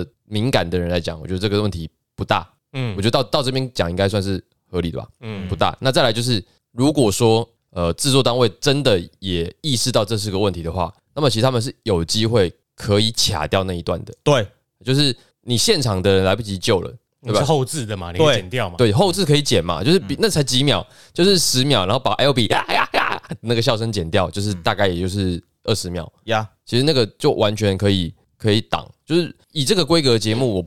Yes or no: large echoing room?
no